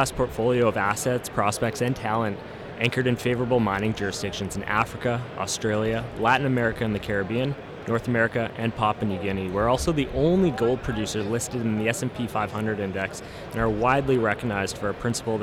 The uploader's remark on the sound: We wrap up Day 3 at the Roundup Conference in Vancouver with two important conversations.